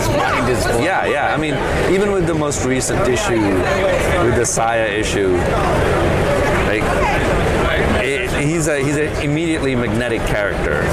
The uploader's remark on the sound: LIVE from SDCC '23